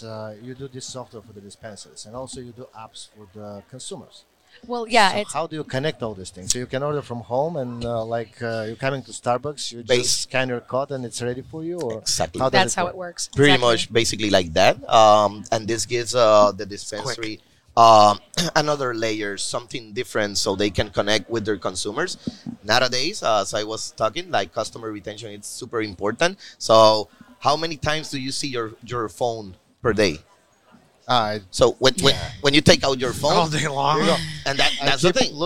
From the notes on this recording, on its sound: Recorded at MJUnpacked NYC